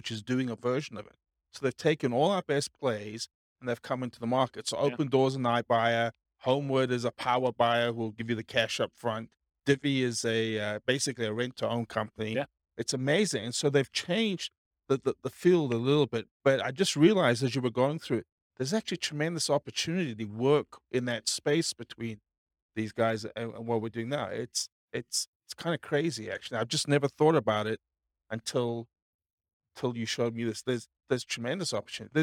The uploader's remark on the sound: This was a live class recorded.